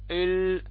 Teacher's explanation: اللام من أحرف التوسط يجري فيها الصوت ولكن بشكل أقل من ماذا؟ من حروف الرخاوة